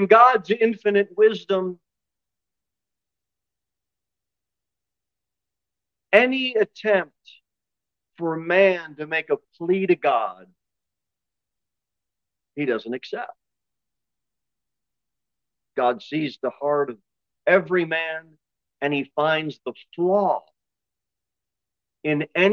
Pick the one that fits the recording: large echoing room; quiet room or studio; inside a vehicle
large echoing room